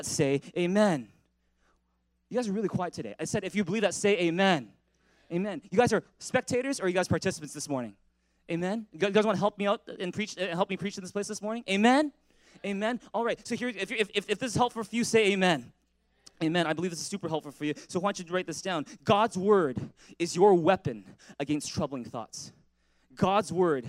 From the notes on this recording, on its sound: At THRIVE Church Vancouver, Canada.